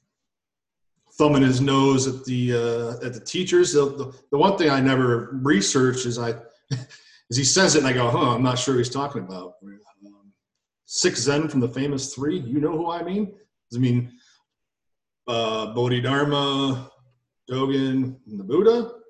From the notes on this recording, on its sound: in these virtual Zoom Sangha times